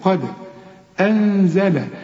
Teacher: قد أنزل هنا نون وبعدها الزين، والزين من حروف الإخفاء غن هنا وقلقل الدال